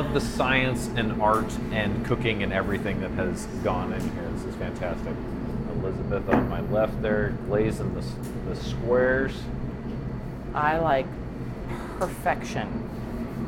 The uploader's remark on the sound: We took the mics to Square Donut located at 15825 W Maple in Omaha